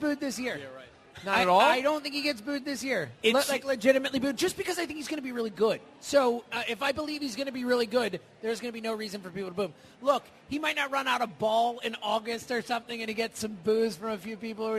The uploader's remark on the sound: Live from Chickie's